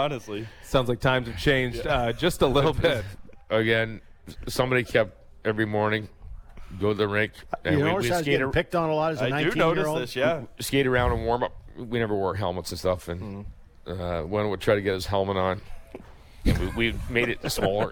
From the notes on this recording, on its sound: On the third hour of The Fan Morning Show live from the Glen Abbey Golf Club in Oakville